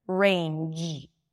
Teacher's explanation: You want to feel your vocal cords vibrating at the end · Term: voice consonant